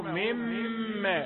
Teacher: الغنة حركتين وعلمه مما يشاء حركتين فقط ما تزودش الميم